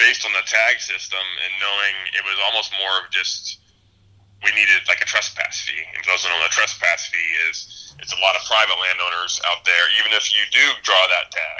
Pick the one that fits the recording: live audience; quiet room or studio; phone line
phone line